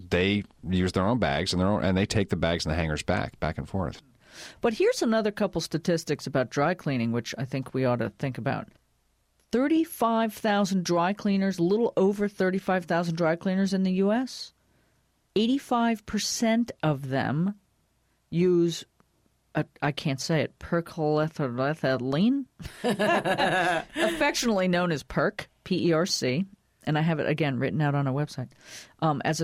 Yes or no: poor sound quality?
no